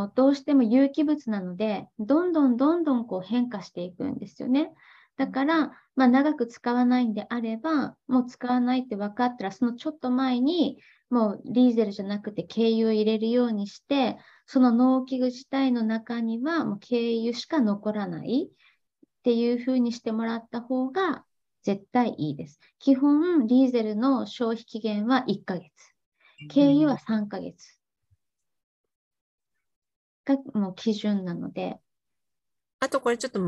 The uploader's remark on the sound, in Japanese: 勉強会音声。オンラインで開催している「月イチ勉強会」の音声を特別配信！